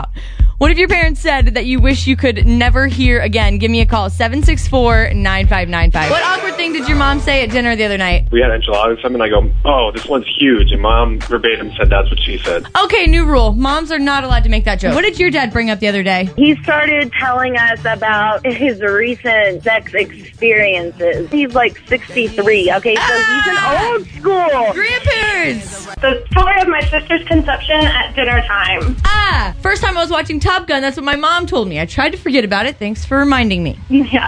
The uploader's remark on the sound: call in to my show